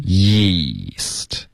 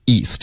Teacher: 如果后面跟着一个一的元音的时候呢，你的舌头要贴着上颚，然后就有点像摩擦一样，就是贴着上颚往前滑 · Shown in: first take · Term: 耶的音